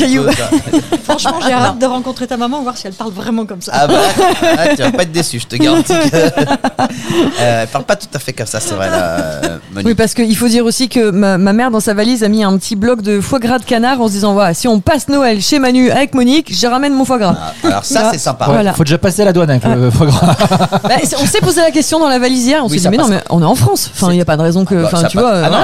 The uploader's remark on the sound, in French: Faire un tour dans les cuisines du restaurant FRENCHIE TO GO qui nous accueille pour l’enregistrement.